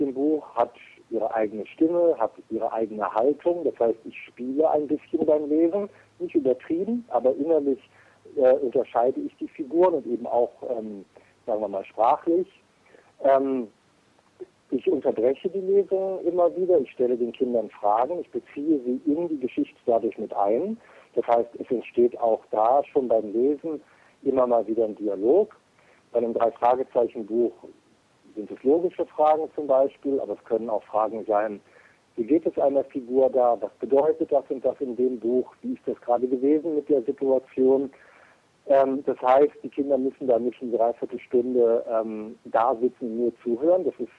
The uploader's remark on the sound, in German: Wir bedanken uns nochmals für das wirklich wunderbare Telefongespräch.